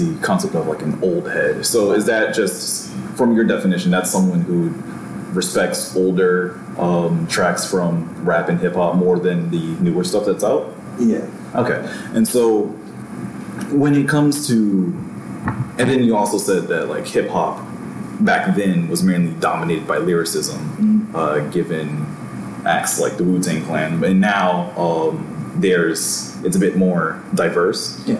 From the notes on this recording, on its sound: Bad Audio. Ironically with less than studio quality audio.